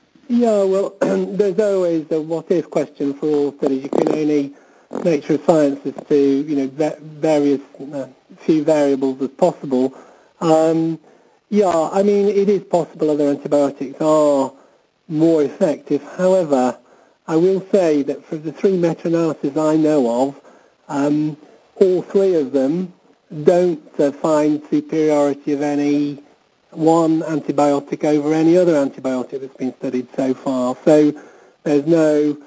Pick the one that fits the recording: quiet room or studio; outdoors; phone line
phone line